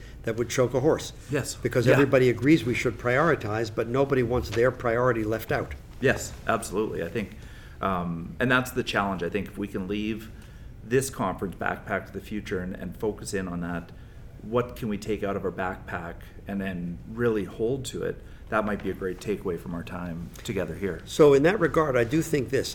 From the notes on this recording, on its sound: Conversations from the Heads and Chairs Conference